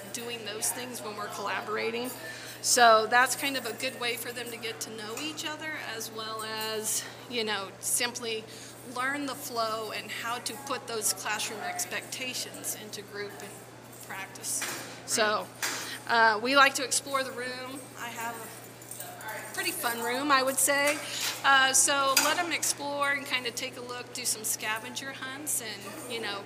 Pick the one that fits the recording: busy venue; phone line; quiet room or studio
busy venue